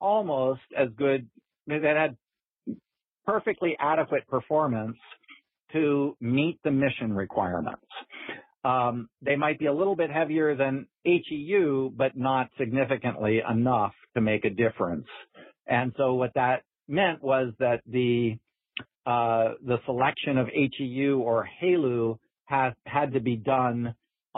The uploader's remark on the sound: The topic was the subject of the June 16th Future in Space Operations teleconference.